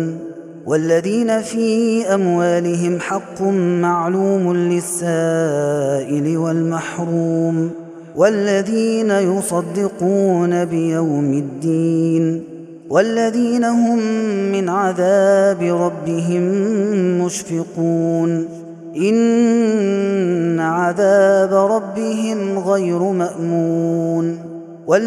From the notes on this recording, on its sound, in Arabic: هذا التسجيل من صلاة التراويح